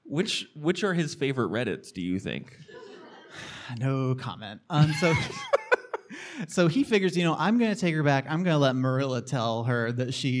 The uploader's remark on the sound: Live from Philly. Philly Podcast Festival show.